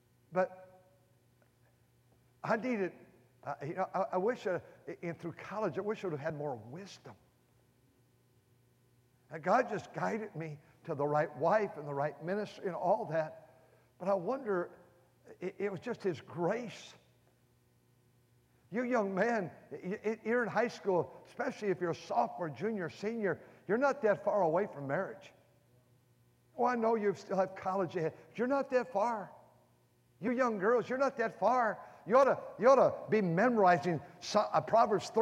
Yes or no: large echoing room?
yes